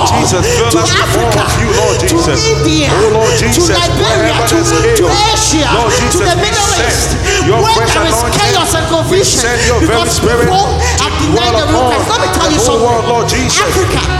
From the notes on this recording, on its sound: Be blessed by the live recording coverage of our Live 4 Christ Annual Event 2k15.